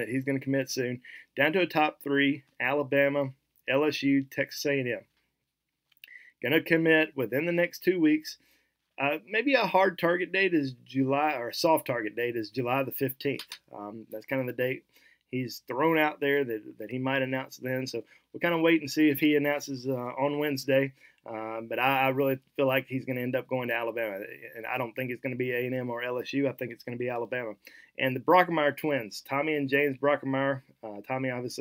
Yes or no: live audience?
no